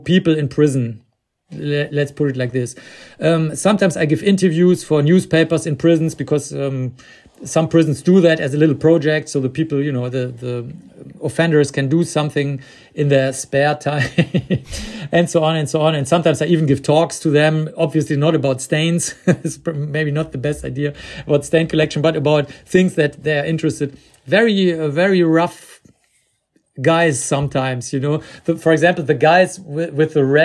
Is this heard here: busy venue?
no